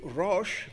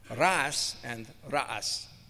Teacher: In Hebrew, rosh, but in Arabic, rash and rash, or rather not rash, or ras and ras. It doesn't have the sh, it has a s sound for the cognates in Arabic. · Shown in: second take